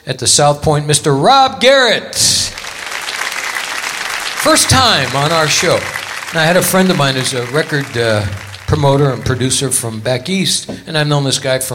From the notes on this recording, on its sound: Live at the Southpoint Casino